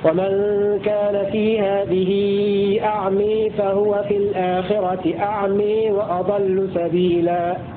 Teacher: أمال لفظ أعمى في الموضعين حمزة والكسائي وشعبة · Term: إمالة